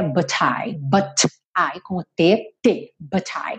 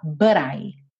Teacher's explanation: Um britânico falaria but I, com o T, T, but I. · Shown in: first take · Mas o americano tem essa tendência de pegar o T e o D e fazer um rarara.